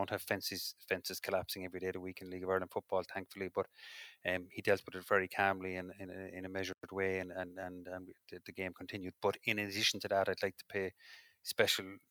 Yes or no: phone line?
no